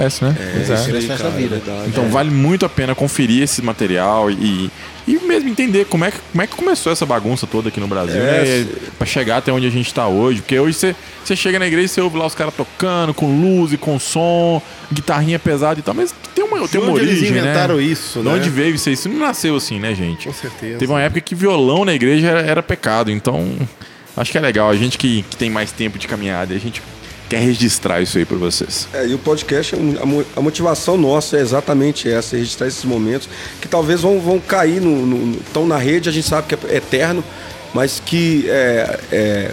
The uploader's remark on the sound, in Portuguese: No nosso primeiro podcast gravado "ao vivo", a gente sentou pra comer uma pizza. Esse episódio foi gravado na Igreja Quadrangular do bairro Glória em Belo Horizonte.